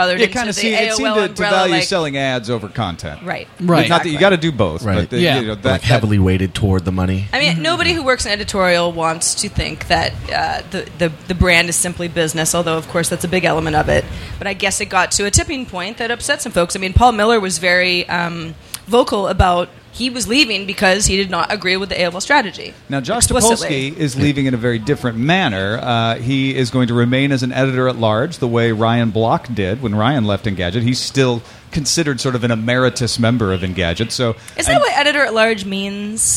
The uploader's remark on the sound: Live from SXSW